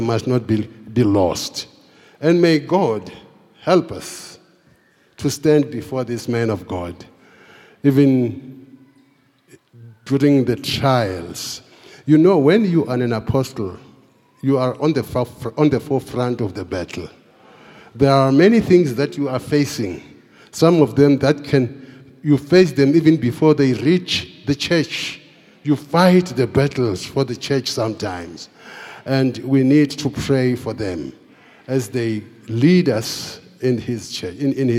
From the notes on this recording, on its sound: Preached at the Founders Day Service in celebration of the Founder and the Bishop of Grace Bible Church.